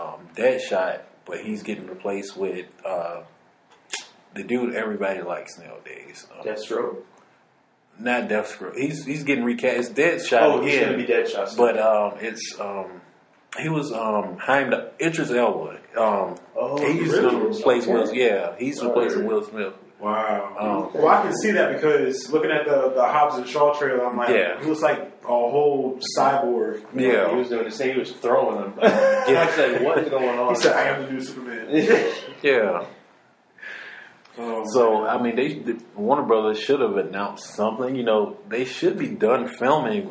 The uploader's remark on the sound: Excuse the echo in the audio